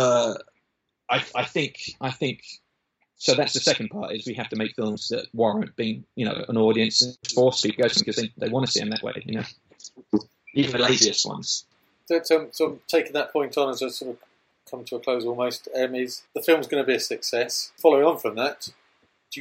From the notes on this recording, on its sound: In a live link between London, UK and Los Angeles, California we talked via a tough Skype wi fi link